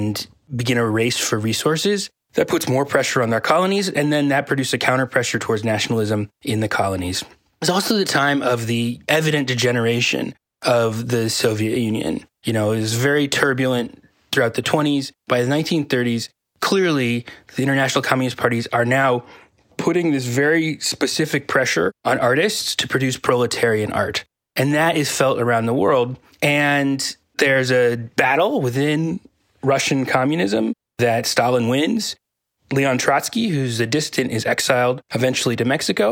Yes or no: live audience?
no